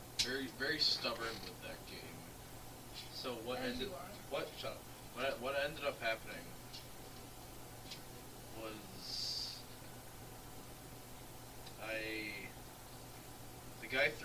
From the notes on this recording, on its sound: Chaos ensues as glass shatters, microphone settings are outta wack, and the wii keeps crashing. Sorry for the audio quality for most of the episode.